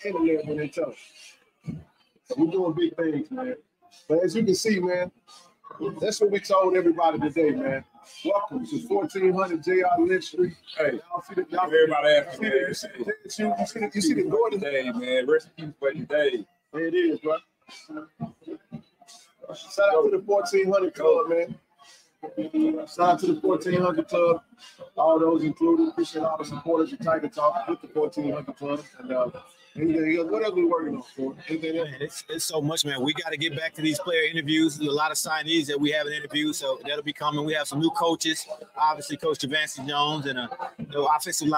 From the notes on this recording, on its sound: Live from Thee Recruit Reveal